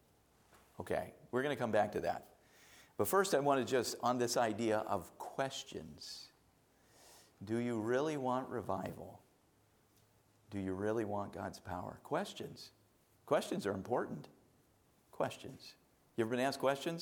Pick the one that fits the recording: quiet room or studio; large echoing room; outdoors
large echoing room